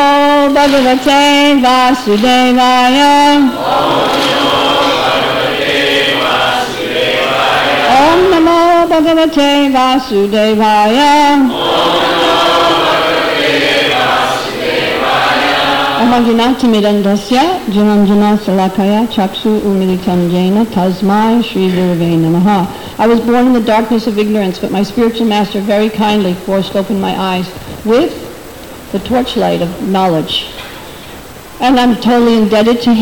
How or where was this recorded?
large echoing room